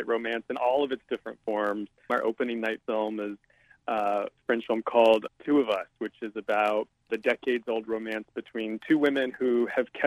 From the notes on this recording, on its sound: joins us by phone